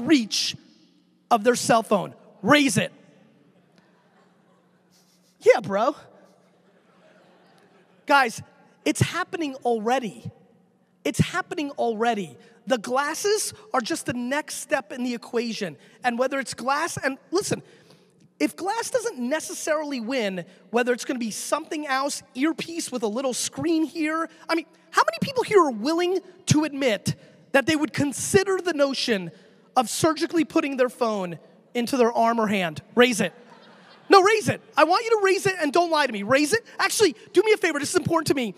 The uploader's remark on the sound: A keynote that I gave back at SXSW 2014.